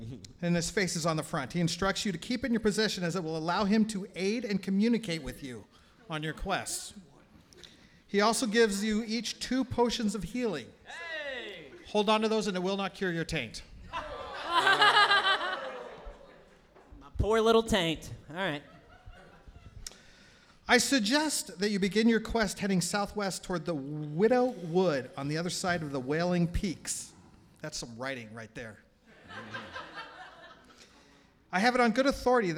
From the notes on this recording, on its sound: Live Show at Stand Up Live Huntsville. Recorded live at Stand Up Live in Huntsville, Alabama. Playing the world’s greatest role-playing game live on stage.